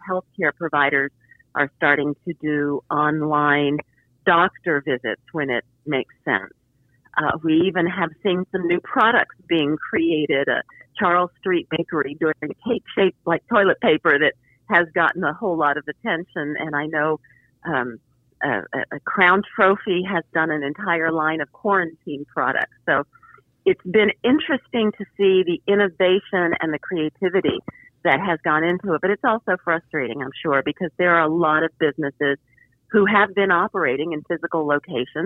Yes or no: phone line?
yes